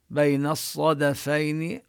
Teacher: هذه اللام هنا حكمها كحكم اللام الشمسية لا نلفظها إنما نشدد الصاد التي بعدها، بين الصدفين، وننتبه لأن الصاد مفخمة والدال مرققة، لا نفخم